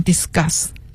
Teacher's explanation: 它 s 后面要发那个浊化的嘎